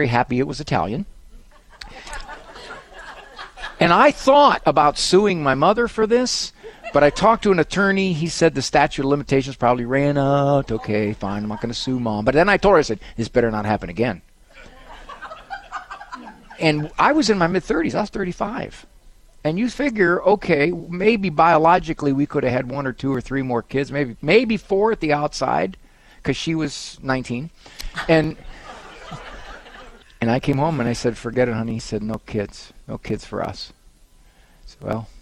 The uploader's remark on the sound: Live from the Good News Cruise